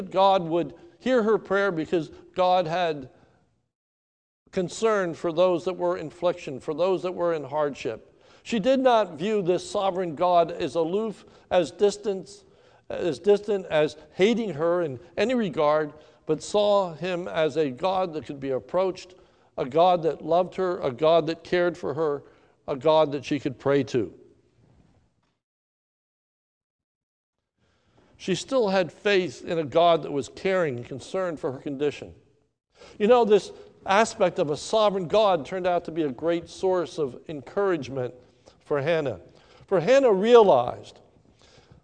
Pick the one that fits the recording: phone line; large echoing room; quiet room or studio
large echoing room